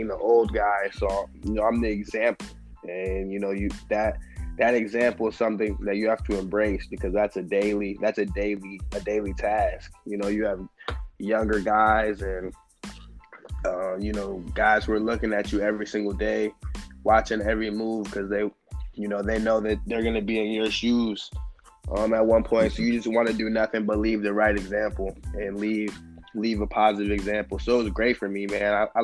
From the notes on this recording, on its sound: Talk over the phone.